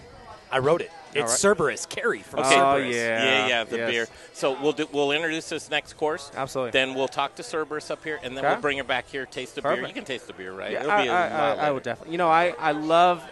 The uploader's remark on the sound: cooking live at Pizza Republica and talking to guests!